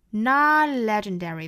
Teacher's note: not legendary 尾部 t 省读